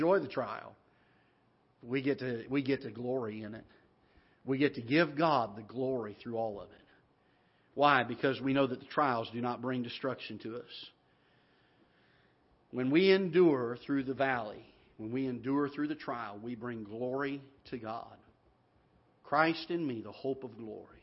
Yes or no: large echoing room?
yes